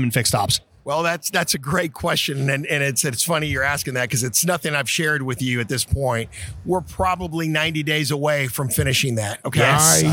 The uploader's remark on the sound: they recorded live on the floor of the AIMExpo in Las Vegas.